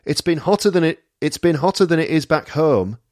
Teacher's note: It's been hotter than it is back home, but again, that's a diphthong, home, and she says herm. It's been hotter than it is back home.